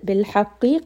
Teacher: قَاف is heavy and it also has قَلْقَلَة